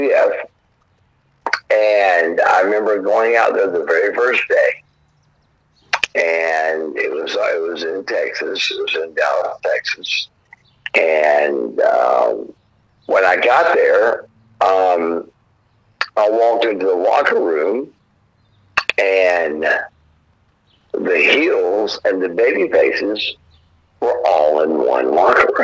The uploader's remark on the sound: The first three minutes have a few audio connection problems at times.